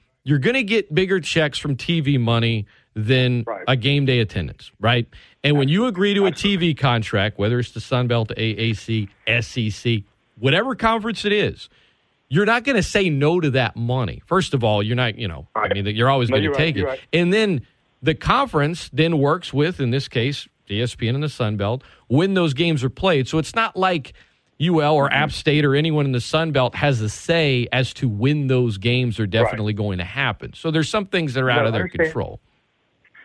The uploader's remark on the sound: heated phone calls from listeners